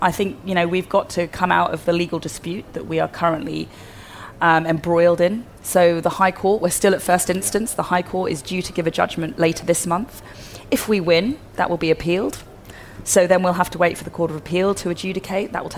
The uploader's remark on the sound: Live from CPC